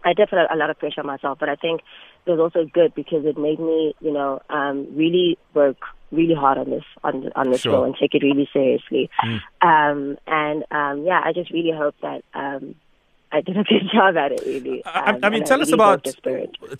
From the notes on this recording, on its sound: PHONE INTERVIEW